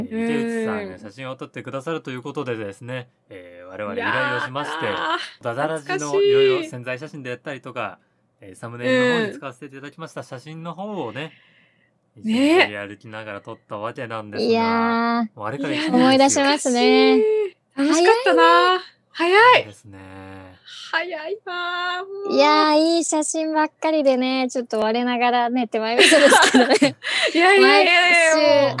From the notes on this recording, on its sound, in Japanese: リモート収録のため若干音量にばらつきがあります。特にイヤホンのときは気を付けながら聞いていただければと思います。